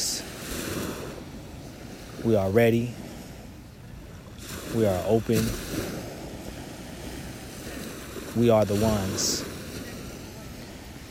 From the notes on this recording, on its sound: Beach Meditation (Real Life Coastal Ambiance). This soothing meditation and affirmation was recorded at the edge of the ocean water.